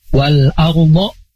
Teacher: ini alif lam komariah, terdengar suara alnya